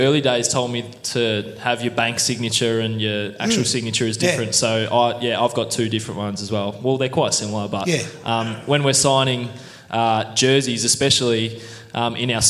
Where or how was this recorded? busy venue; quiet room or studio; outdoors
busy venue